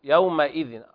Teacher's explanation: يومئذ بدون مد الواو